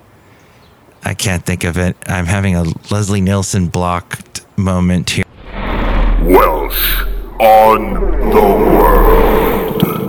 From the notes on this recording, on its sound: podcasts live from Café Anyway